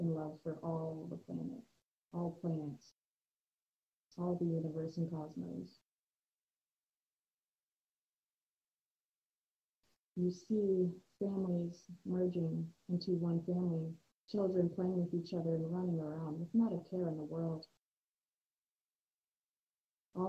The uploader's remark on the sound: I want to first apologize for the audio quality that occurred during this recording.